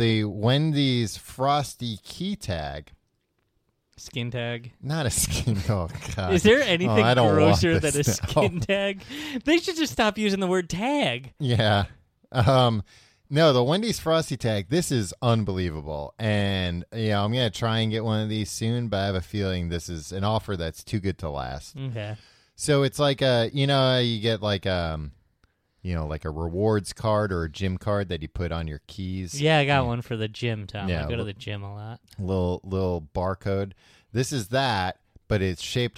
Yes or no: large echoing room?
no